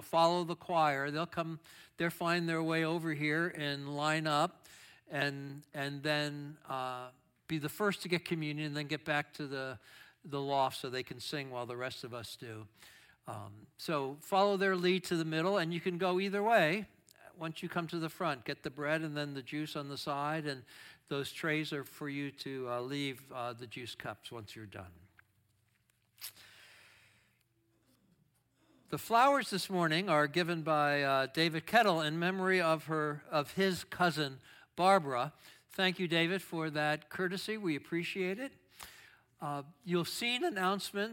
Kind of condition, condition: setting, large echoing room